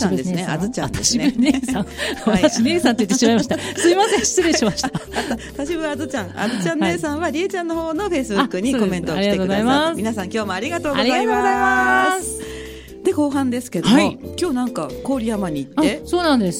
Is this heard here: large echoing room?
no